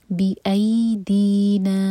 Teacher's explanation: औ बी आई, बी एक हर का, आई मदलीन सॉफ्ट, आई दीन दाल के नीचे कसरा साथ में या, तो ये हुआ मद तबई, दो हर का लंबा खींचेंगे